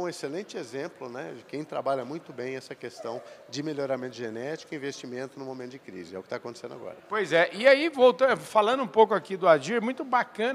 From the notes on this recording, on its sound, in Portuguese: Prosa gravada durante o Meeting Adir em Ribeirão Preto.